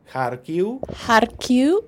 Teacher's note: the final V becomes a bit a short non-syllable forming U